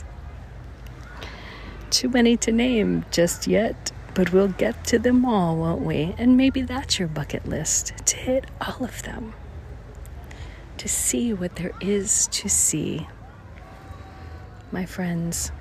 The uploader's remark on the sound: St Thomas, United States Virgin Islands. Special Edition On Location Walk and Talk. The first time you ever come, it seems hectic and busy, driving on the opposite side of the road, lots of locals selling their goods.